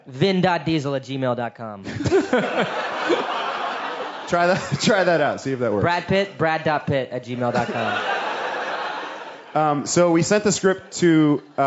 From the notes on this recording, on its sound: We talked with them live on stage at Bumbershoot.